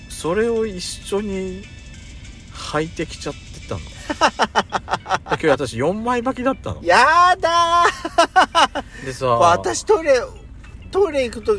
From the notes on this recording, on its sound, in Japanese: パーキング収録。